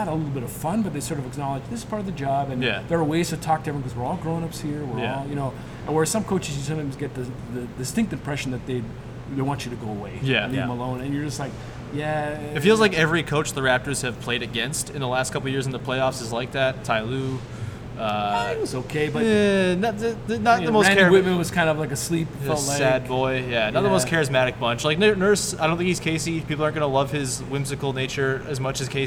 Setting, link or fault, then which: setting, busy venue